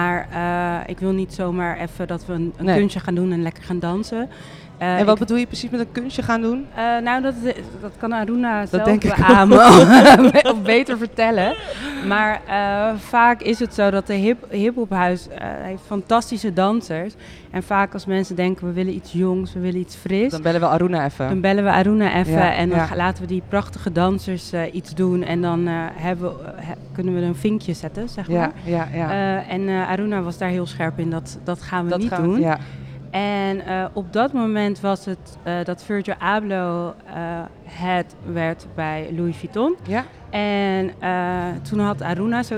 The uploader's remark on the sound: This time we’re streaming live from the exhibition “Street Dreams”.